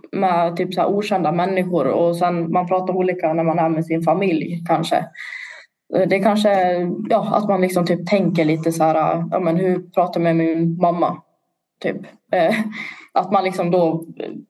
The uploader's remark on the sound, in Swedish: Avsnittet spelades in digitalt på distans och därav kan ljudet svaja lite.